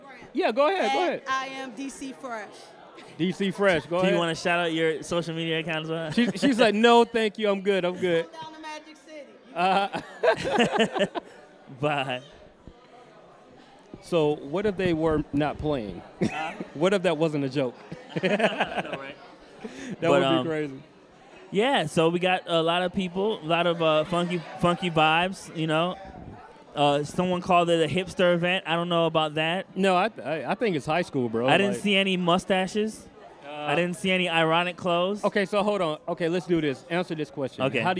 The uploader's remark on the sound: Live From Adventure Time ATL.